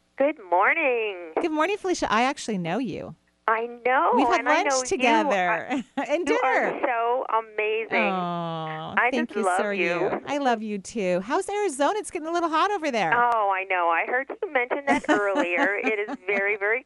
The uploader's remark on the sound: took calls today from Spain, Arizona, Washington, and California